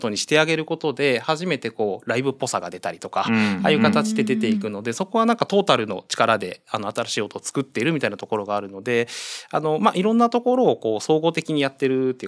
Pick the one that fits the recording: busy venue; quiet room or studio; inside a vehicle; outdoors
quiet room or studio